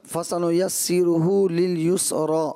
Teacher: را پہ جب کھڑی حرکات آ گئی تو یہ را پر کرنا تھا، مزید واضح ہونا چاہیے تھا۔